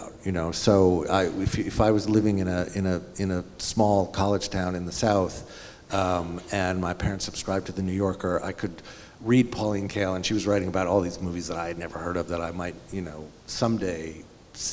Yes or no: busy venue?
yes